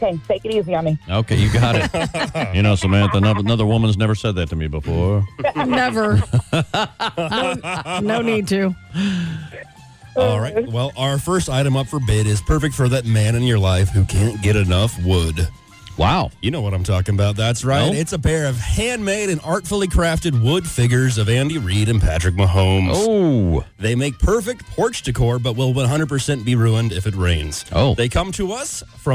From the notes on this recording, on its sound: On the phone! From the Chiefs Radio Network.